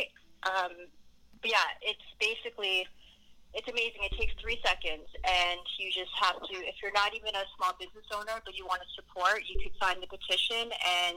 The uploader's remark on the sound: on the phone with us